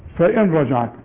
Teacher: طب عند الوصل الغي النون تماما او خليك زي العلماء ما بيقولوا ادغام كامل بدون غنة